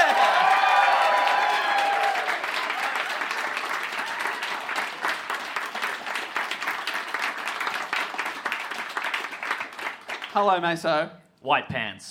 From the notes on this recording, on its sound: This episode was recorded live at the European Bier Cafe for the Melbourne International Comedy Festival.